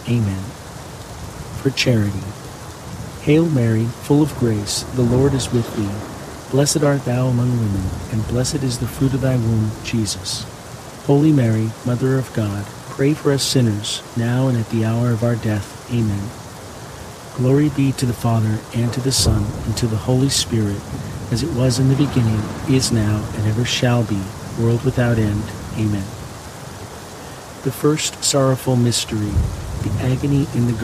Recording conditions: sounds in the background